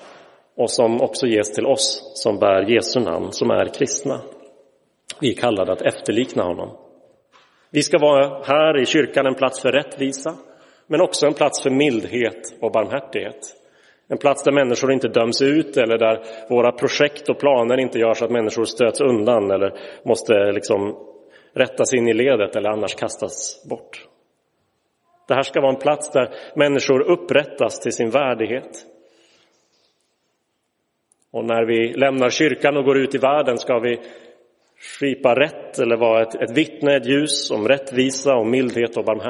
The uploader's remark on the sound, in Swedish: Inspelad i Roseniuskyrkan den 7 januari 2023.